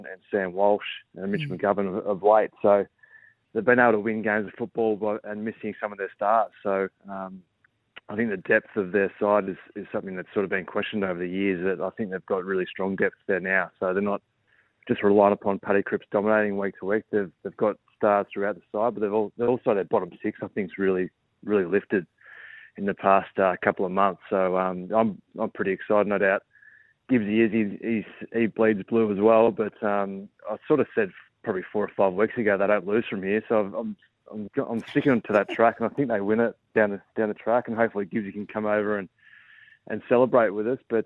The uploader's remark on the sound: phoned in to wish his old mate all the best